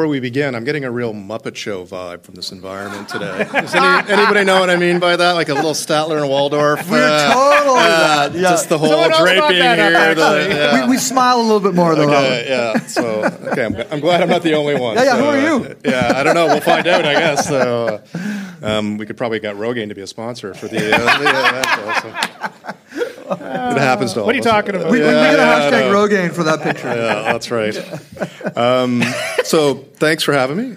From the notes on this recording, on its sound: As part of our Boiling Point Process live event in December 2018 in Saint John, New Brunswick, we invited four sets of guests to join us on stage for live recordings of The Boiling Point.